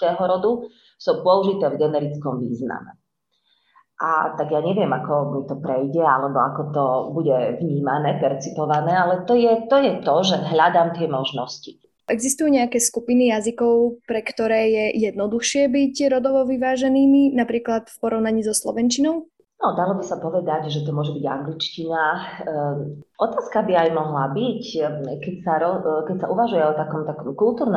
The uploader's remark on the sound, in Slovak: Ospravedlňujeme sa za nižšiu kvalitu zvuku, podcast sme nahrávali online.